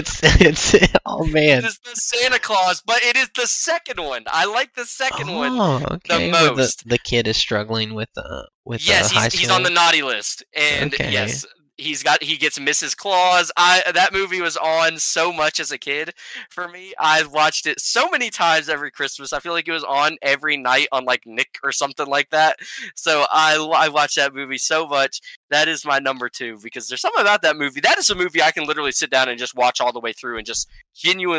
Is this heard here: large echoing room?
no